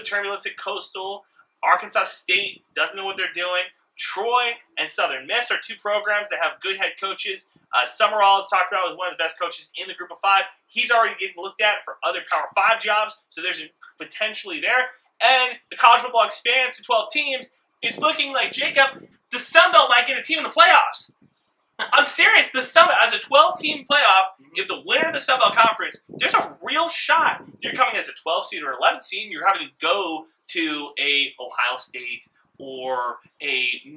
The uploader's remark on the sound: Back together again (in person). Hey, wtf is wrong with the audio. We spent some money on new mics, still figuring out how to use them.